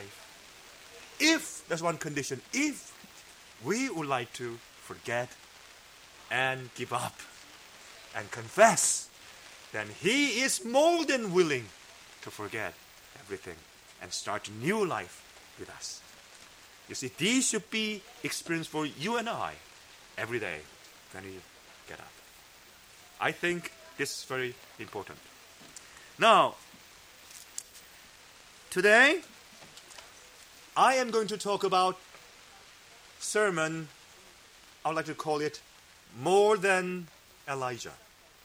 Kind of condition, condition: setting, large echoing room